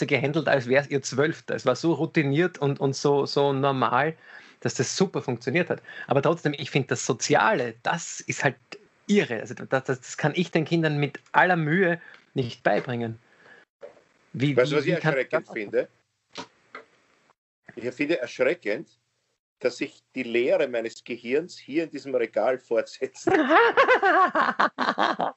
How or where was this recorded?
video call